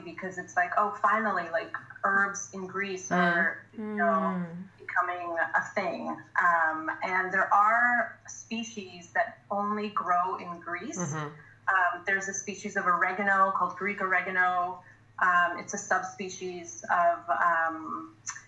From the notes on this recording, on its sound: We&#8217;ve packed a lot into 38 minutes of Zooming. We’ve packed a lot into 38 minutes of Zooming.